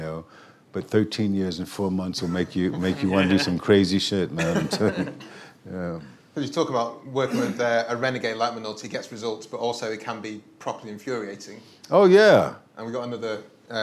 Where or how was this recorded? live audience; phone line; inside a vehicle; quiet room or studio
live audience